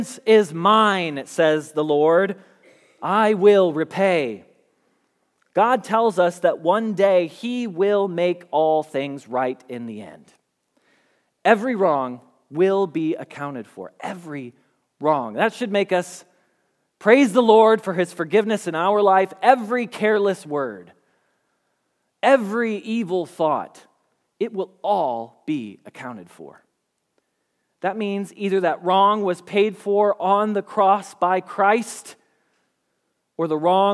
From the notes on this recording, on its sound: Message Preached at Valley Creek Church